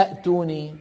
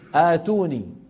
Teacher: والله هذا العرب كانوا إذا وجد في كلامهم همزتين ثانيتهما ساكنة، ثانيتهما ساكنة، همزتين وراء بعض والثانية ساكنة، كانوا يبدلونها حرف مد من جنس حركة الهمزة الأولى · Shown in: second take · Term: البدل